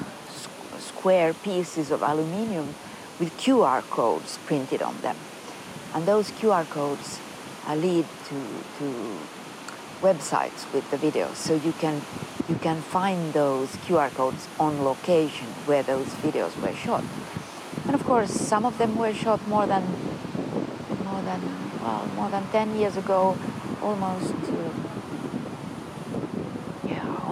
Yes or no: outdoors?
yes